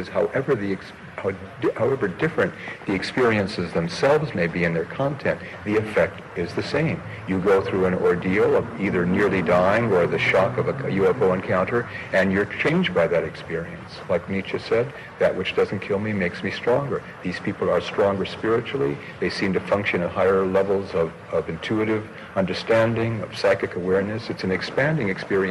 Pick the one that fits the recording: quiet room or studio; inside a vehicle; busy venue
busy venue